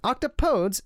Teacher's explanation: Octopodes, it should be noted, takes a slightly different pronunciation than the other two words, placing an emphasis on the second syllable rather than the first. It more or less rhymes appropriately enough with don't say that, please.